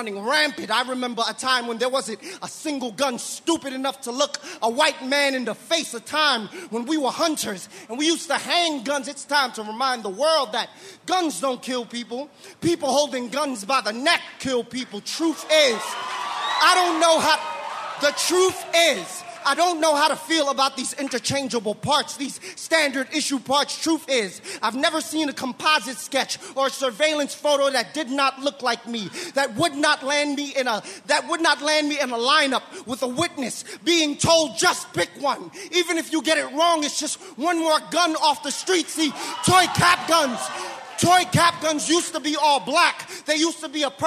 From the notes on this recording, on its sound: In the Cheap Seats in Oakland California at the 26th Annual National Poetry Slam, a competition event where poets performance original work to a live audience.